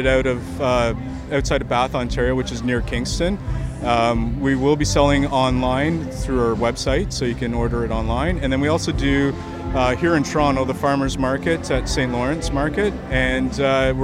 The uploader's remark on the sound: Toronto Cider Fest 2019. At their first Toronto Cider Festival.